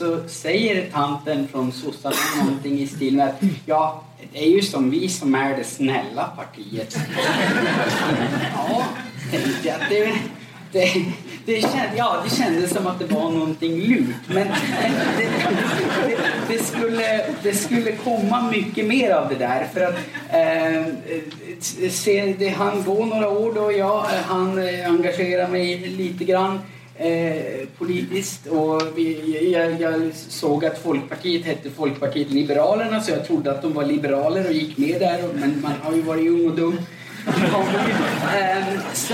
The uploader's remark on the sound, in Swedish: Dagens avsnitt är den första delen av en inspelning från en lunch med ledarredaktionen som hölls på Playhouse teater.